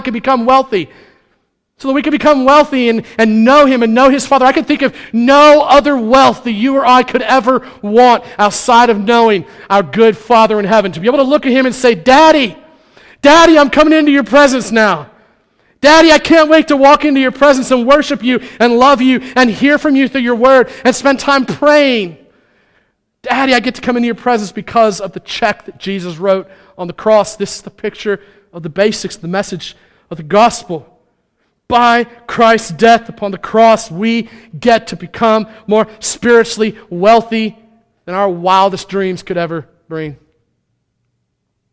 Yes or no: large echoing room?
yes